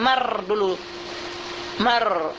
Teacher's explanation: pindahkan makhraj lam nun ini ke makhraj ra, dan kemudian kita idghamkan dia kepada ra. Idghamnya ini disebut idgham kamil bighair gunnah.